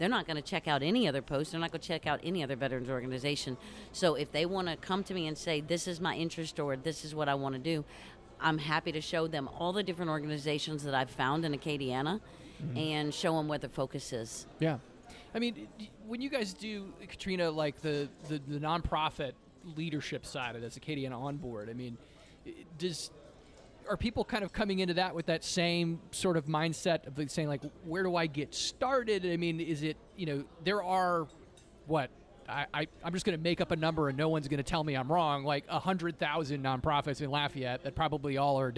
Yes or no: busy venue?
yes